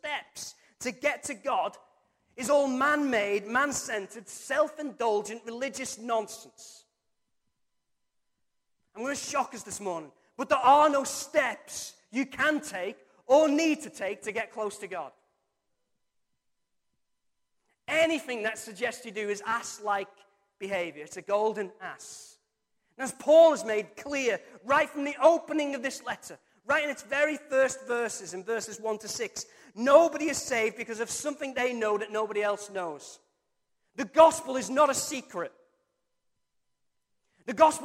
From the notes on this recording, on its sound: Recorded from our Sunday morning service 02-07-23